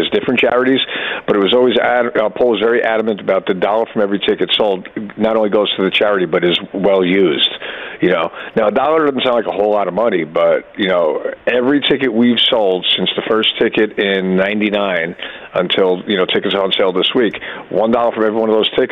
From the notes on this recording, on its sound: phones